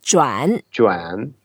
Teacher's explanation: it's a third tone, so we make an effort to go down and up.